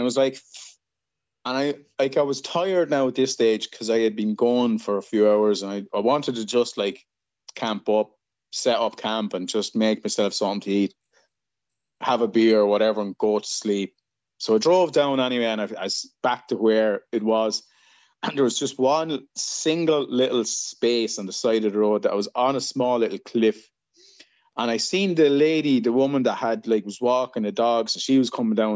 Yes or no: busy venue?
no